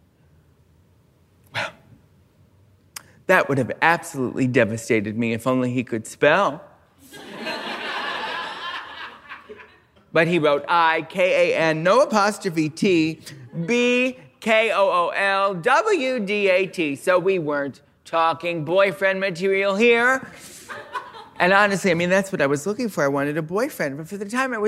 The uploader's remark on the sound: This week's episode was recorded live at the Now Hear This podcast festival.